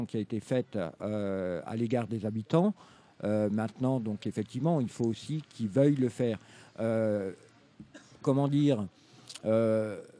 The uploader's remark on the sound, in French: en direct du Drouot pour le premier jour de Scènes de Rue